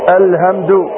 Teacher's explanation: كتغيير حاء الحمد بالهاء